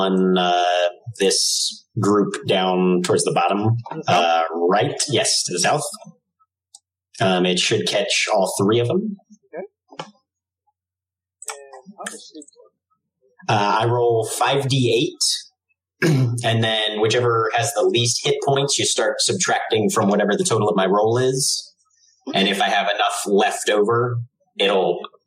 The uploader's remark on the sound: We apologize for the poor audio quality.